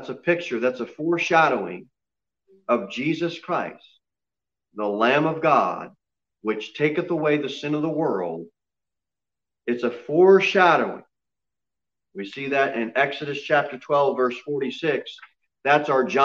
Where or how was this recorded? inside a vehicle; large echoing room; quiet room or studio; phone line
large echoing room